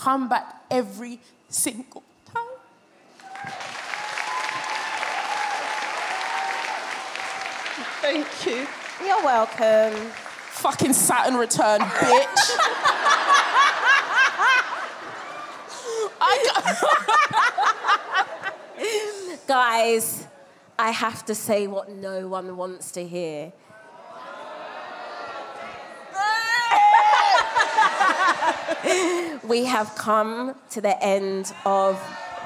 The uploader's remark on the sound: we’re back for act 2 at the sold-out Clapham Grand with audience confessions